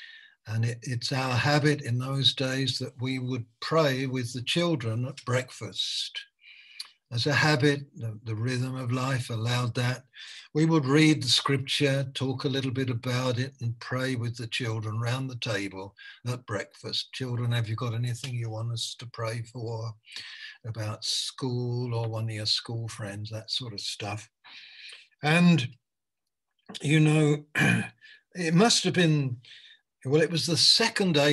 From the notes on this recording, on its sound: Malaysia Meets (Zoom).